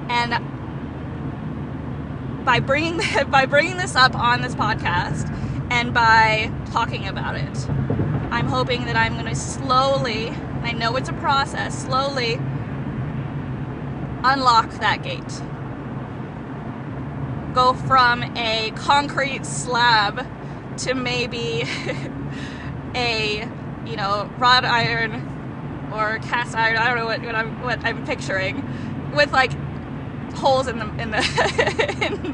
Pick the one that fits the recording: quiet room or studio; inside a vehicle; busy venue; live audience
inside a vehicle